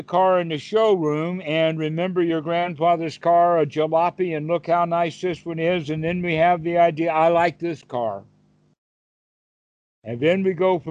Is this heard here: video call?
yes